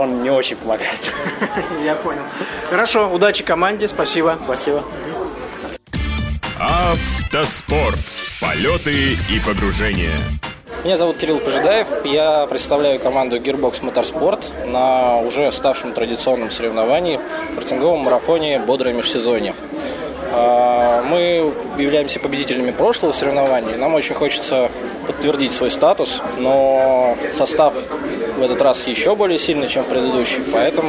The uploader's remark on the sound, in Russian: Выпуск, который вы слушаете, был записан во время картинг-марафона «Бодрое Межсезонье. Гонка проходила 24 ноября 2013 года в Москве на территории картодрома «FORZA Волгоградка».